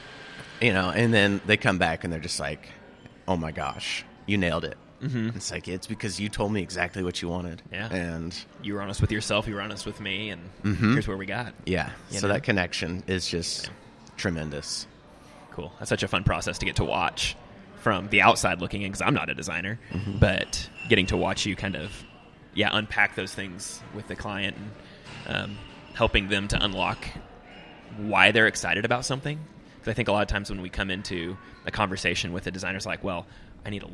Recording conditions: busy venue